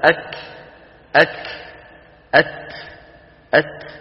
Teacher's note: هذا الهمس في الكاف والتاء في السكون أوضح منه في المتحرك